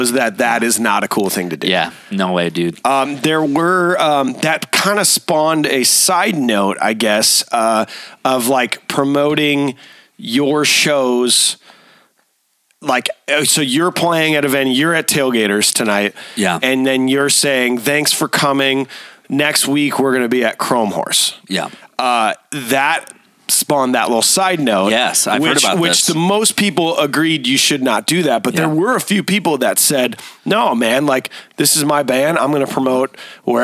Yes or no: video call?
no